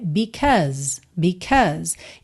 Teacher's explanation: Então, percebe que esse AU no meio tem um som a, e o E final não é pronunciado